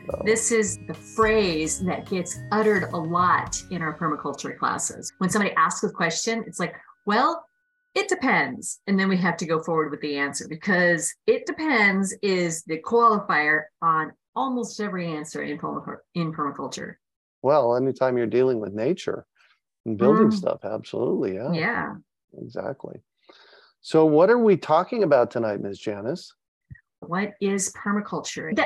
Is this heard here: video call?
yes